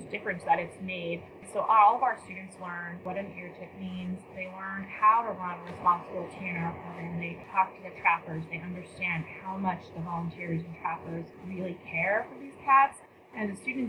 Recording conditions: poor sound quality